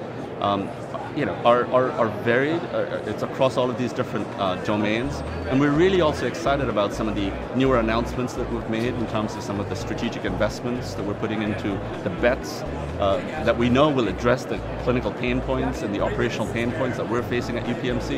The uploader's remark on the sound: LIVE from #HIMSS16